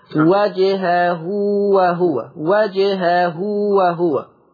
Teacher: طب لي ملاحظة، الأولى الأولى بيان القلقلة لحرف الجيم وجهه، الملاحظة الثانية ها هنا مد صلة صغرى يمد بمقدار حركتين فقط